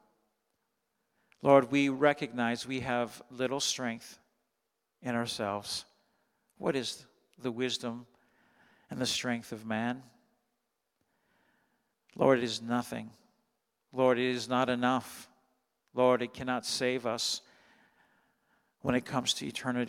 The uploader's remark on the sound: Sunday Morning Service, 2021-12-26